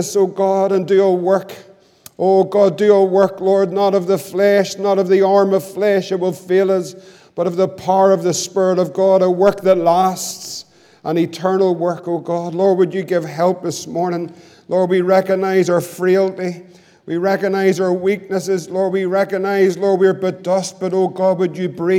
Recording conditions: large echoing room